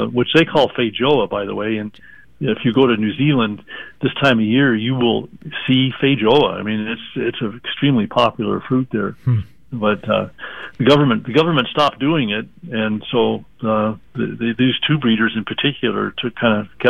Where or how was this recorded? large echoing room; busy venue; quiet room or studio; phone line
phone line